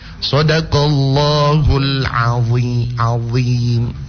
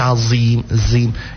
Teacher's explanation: Jadi dia seperti menyebut huruf dzal, tapi pangkal lidah dinaikkan. · Shown in: first take · Term: huruf dzo